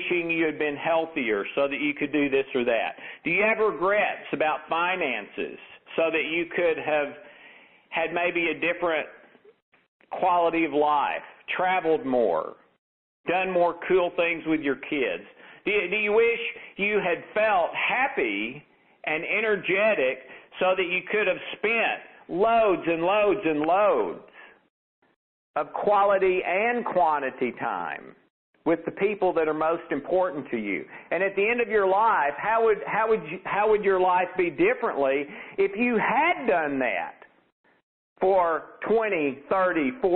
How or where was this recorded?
phone line